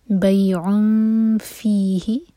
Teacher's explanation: عین کی تنوین کے بعد فا تو یہاں پر اخفا ہوگا